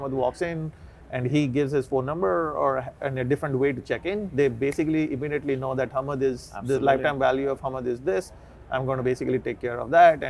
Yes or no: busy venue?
yes